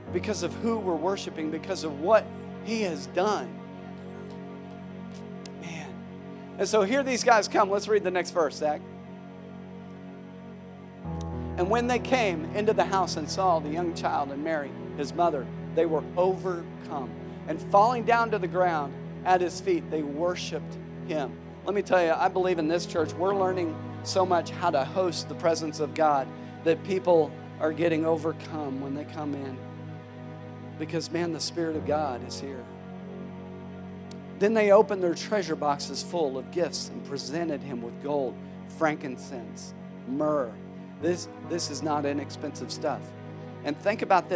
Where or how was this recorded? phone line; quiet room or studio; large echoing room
large echoing room